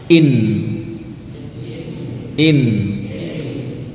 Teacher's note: Letaknya ya di makhraj aslinya nun. Ujung lidah dengan gusi.